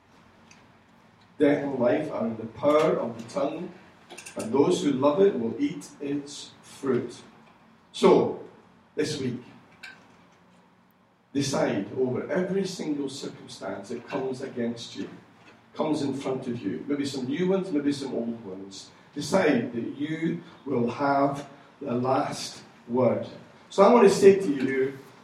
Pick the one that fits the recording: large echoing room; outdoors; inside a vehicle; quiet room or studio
large echoing room